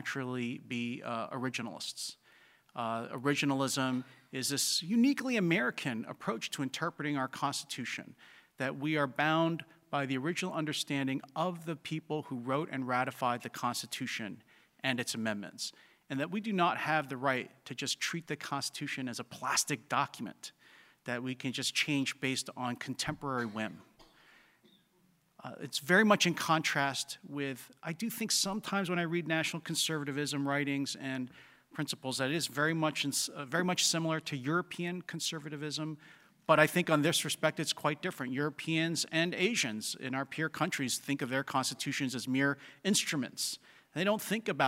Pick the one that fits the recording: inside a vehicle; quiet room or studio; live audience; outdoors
live audience